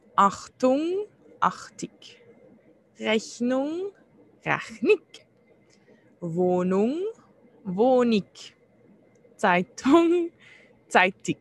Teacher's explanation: Die Endung ung wird zu ik